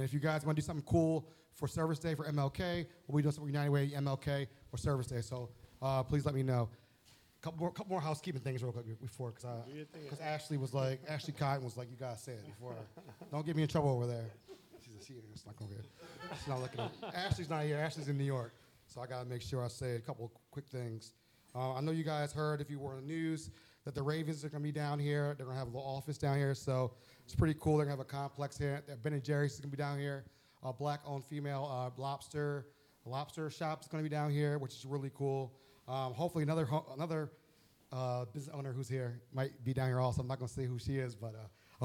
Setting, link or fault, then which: setting, live audience